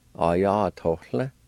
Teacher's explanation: right at the end of the word, there's a faint H sound between the O and the L